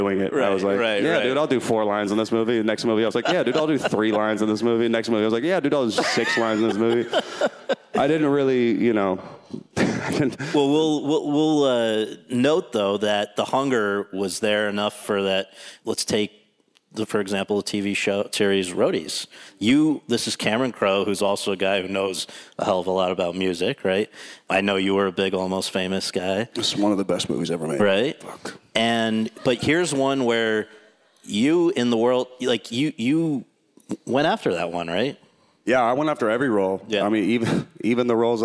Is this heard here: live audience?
yes